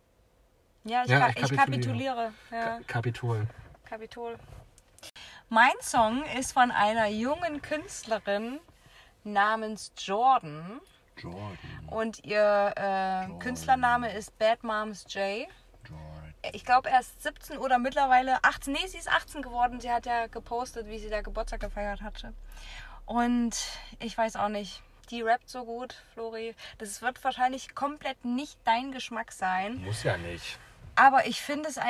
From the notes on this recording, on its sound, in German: Die heutige Folge haben wir mit einem kühlen Drink, während die Sonne langsam unterging, im Auto aufgenommen